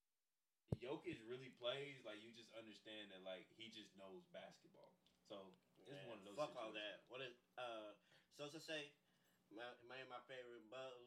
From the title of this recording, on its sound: Technical Difficulties